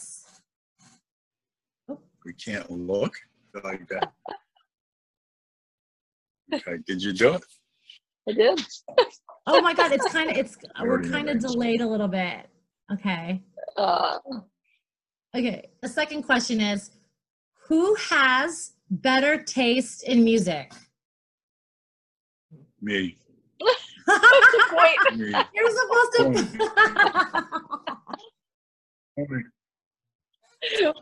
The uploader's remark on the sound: Zoom chat interview